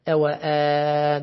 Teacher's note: وقرأ الأزرق بفتح الواو مع إثبات همزة قطع بعدها